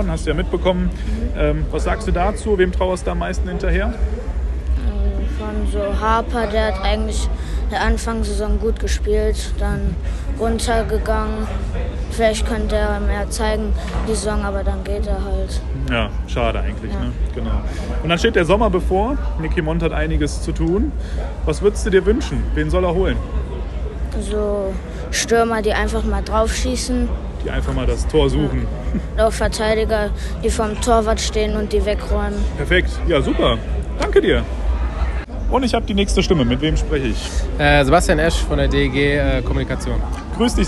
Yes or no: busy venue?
yes